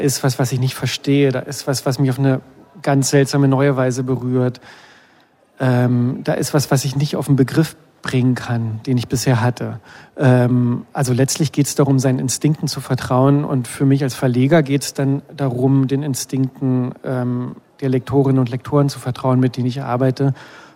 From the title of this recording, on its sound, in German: live vom Sommerfest des LCB